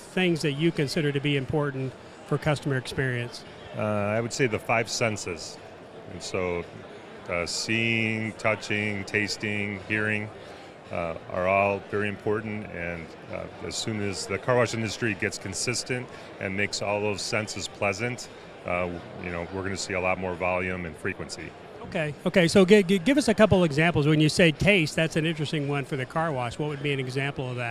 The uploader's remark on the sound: Splash! Carwash Conference Interviews. Brief interviews on the show floor with various car wash industry experts.